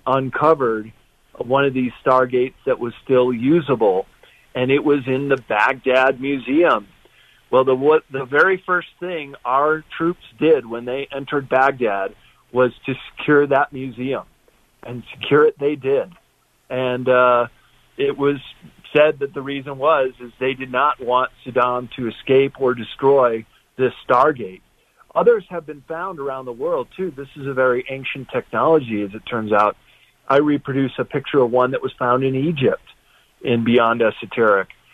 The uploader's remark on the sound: opens the phones for listener questions and comments